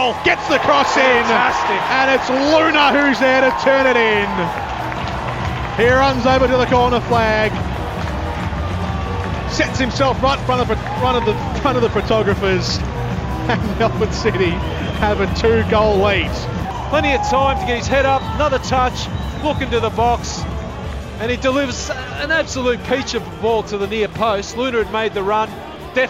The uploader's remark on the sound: called this one from a wet and miserable AAMI Park